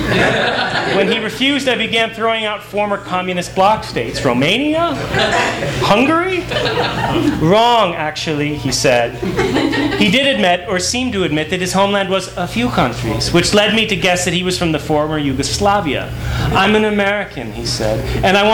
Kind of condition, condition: setting, live audience